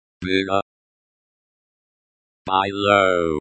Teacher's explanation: The stress is on the first syllable.